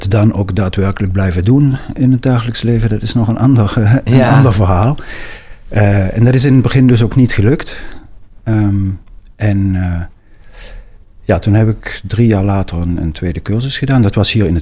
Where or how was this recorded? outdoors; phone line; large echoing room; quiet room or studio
quiet room or studio